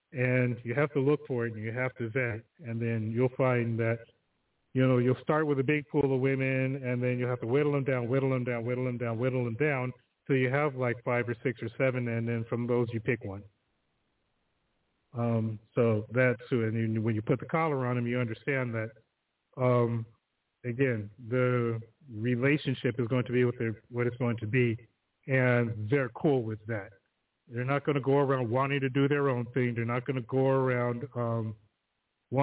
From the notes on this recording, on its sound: The phone lines are open all show again!